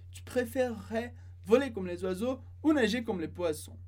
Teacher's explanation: Se a gente fala rápido, é mais comum que a gente corte esse E e fique como um R estendido.